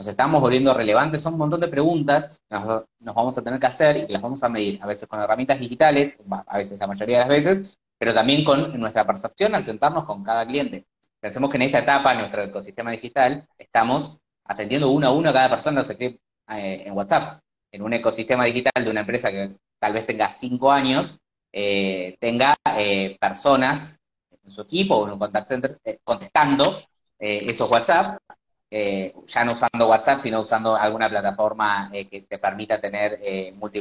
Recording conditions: video call